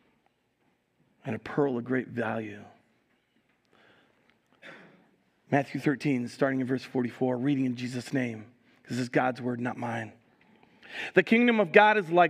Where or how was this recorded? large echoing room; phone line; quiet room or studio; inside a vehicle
large echoing room